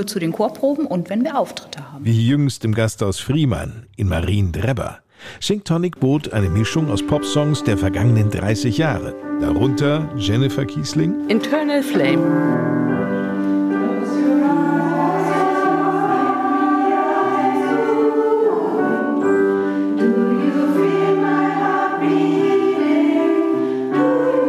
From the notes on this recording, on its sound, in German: die während der Proben in der Grundschule Drebber aufgenommen wurde